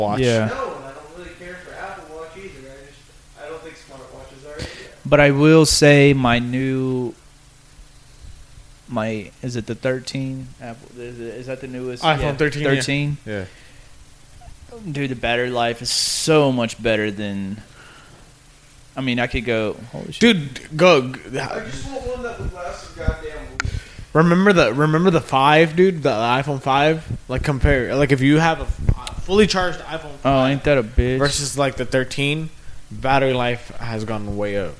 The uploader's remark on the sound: Technical Difficulties. Throughout the episode, one of the microphones decided it did not want to function. The audio quality is quite poor.